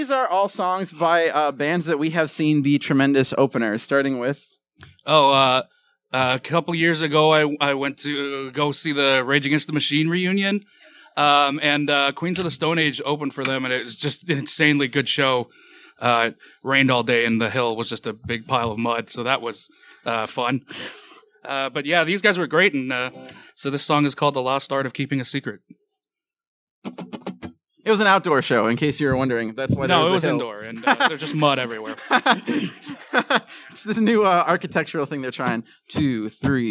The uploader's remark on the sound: Opening Act (from the Chicago Podcast Festival!).